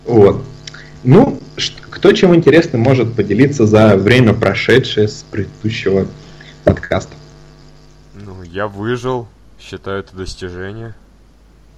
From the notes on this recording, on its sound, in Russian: записанный в не очень высоком качестве